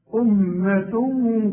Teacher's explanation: كل ميم في القران ما دام عليها الشده عباره عن اتنين ميم، يبقى لازم تغنها